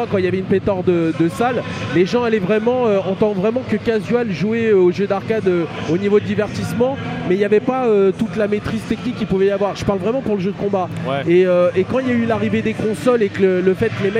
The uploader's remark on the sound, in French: Du podcast sur l'arcade enregistré lors du Stunfest !